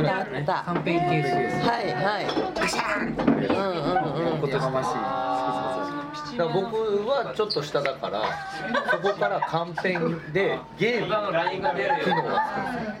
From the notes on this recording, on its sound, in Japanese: バルで収録したため結構ガヤガヤしてます。